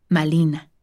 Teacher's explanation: Dado que el fonema R no forma parte del inventario de muchas lenguas mesoamericanas como el náhuatl, este fonema del nombre castellano de Malintzin fue pronunciado con un fonema parecido de la lengua meta, L. De este modo, su nombre adaptado al náhuatl se pronunciaba como Malina.